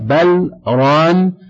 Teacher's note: يجب السكت فيها على اللام كما تقدم، والسكت يمنع الإدغام.